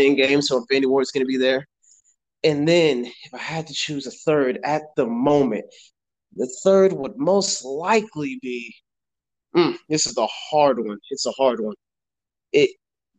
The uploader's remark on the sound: Sorry in advance for any disruptions due to connection issues!